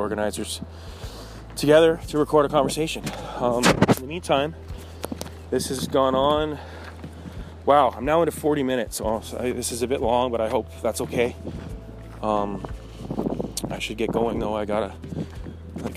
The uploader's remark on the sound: Talking While Walking in the Woods.